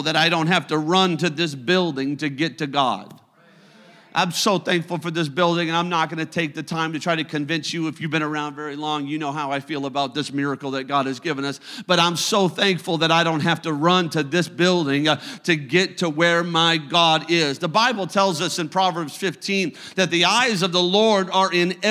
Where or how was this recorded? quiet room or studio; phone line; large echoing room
large echoing room